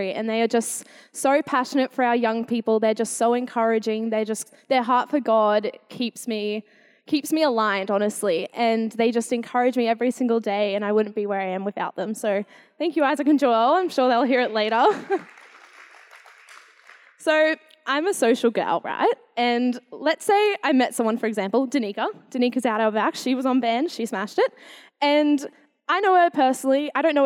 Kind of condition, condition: setting, large echoing room